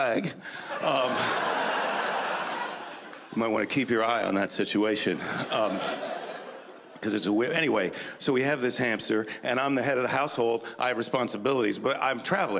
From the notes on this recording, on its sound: brings his observations to the 2013 Just for Laughs Festival in Montreal